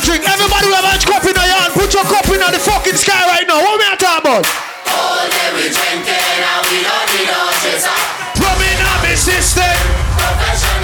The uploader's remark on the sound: Live Audio From Inside A Regular Friday Night Inside Sit & Sip Lounge!